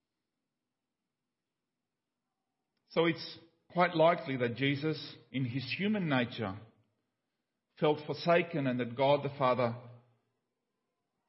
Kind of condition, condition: setting, large echoing room